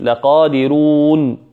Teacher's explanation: هي تكتب لقادرون لكن عند الوقف عليها نقف لقادرون بالسكون